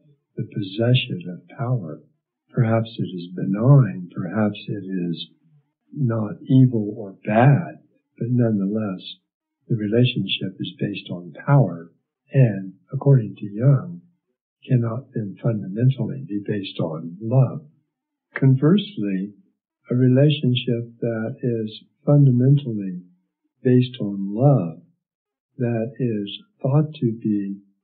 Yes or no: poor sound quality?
yes